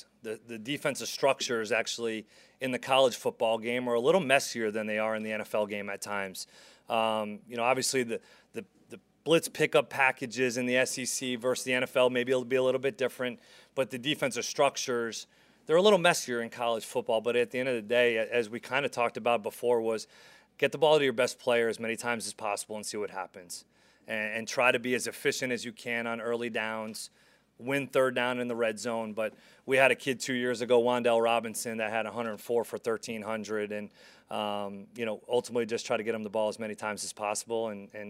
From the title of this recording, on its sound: Press Conference